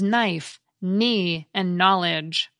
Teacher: One cluster that's disappeared is KN, which gives us the silent K in words such as knife, knee, and knowledge. Knife, for example, used to be pronounced kanif.